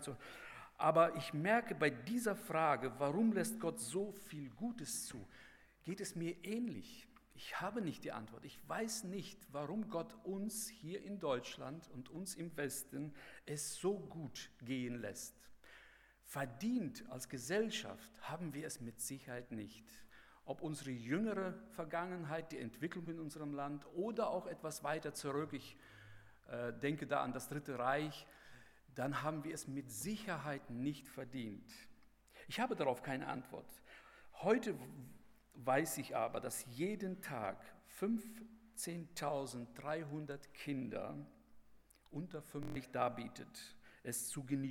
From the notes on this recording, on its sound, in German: bei der Eröffnungsandacht des Bibelseminar Bonn